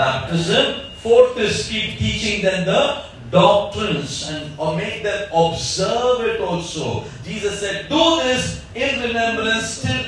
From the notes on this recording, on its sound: Listen to this message delivered in church and many committed their lives to Jesus and got ready for Baptism.